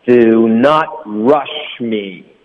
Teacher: do not 的 t 呢我们就省略